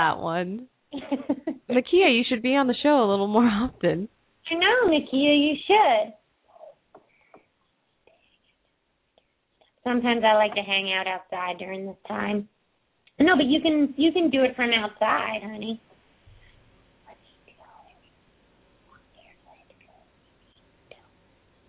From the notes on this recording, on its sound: open up the lines for listeners to call